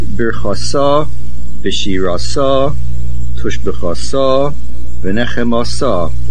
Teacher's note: The words Birchasa, Bishirasa, Tushbichasa, Venechemasa, all these words are Milera. The main accent is on the last syllable.